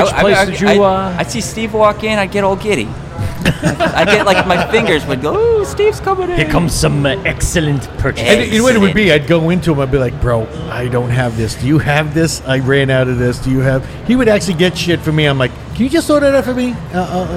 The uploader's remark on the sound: LIVE show at South Shore Craft Brewery in Oceanside NY.